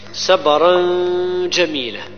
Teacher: تنوين بعده الجيم، تنوين بعده الجيم، الإخفاء معه غنة